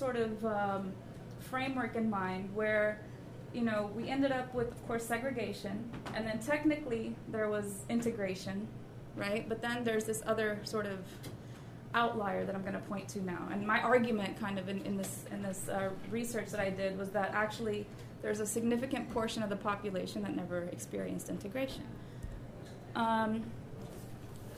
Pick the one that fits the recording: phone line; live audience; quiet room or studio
live audience